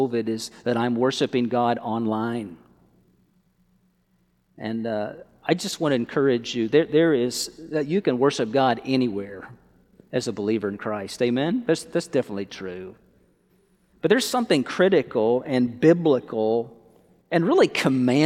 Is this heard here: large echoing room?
yes